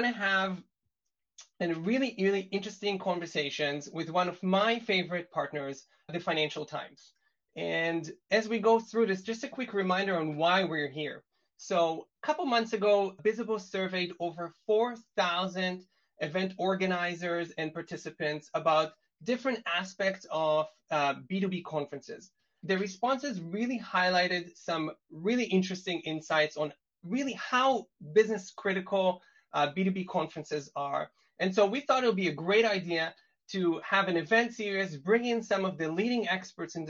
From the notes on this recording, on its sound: This episode — which aired recently as a webinar — provides a deep dive into the strategic world of event management.